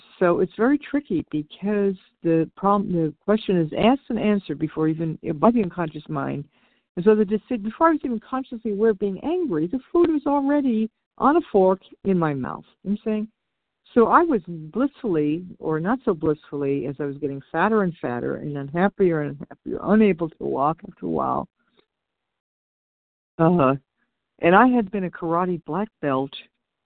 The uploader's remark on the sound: 100 Pounders Phone Meeting.